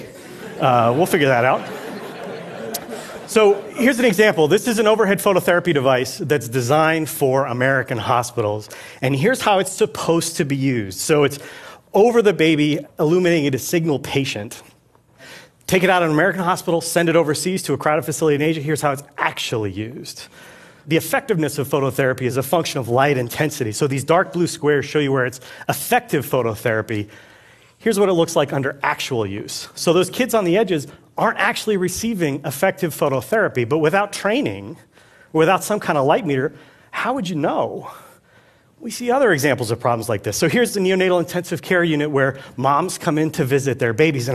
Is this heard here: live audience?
yes